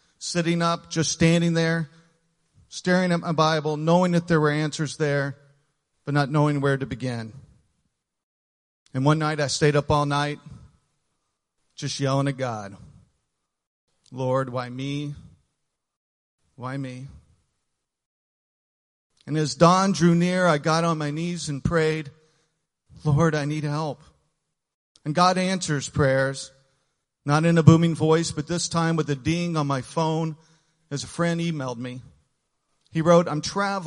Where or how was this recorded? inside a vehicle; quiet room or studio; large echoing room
large echoing room